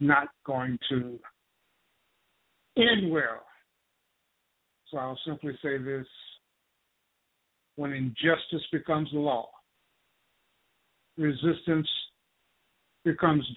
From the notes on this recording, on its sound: Poliitical TALK RADIO. LIVE and call-in broadcast.